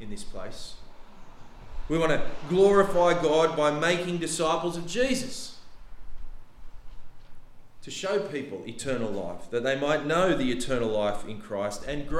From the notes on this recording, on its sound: The sermon was preached on 26th November 2023 at all services of Helensburgh and Stanwell Park Anglican Church.